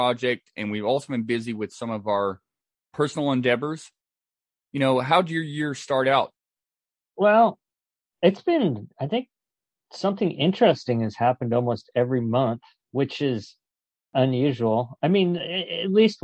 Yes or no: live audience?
no